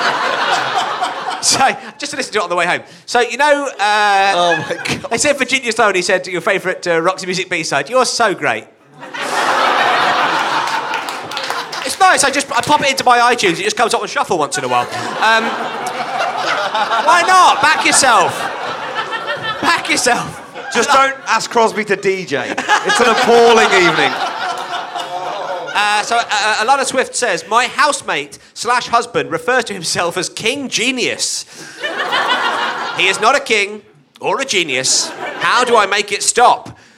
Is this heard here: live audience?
yes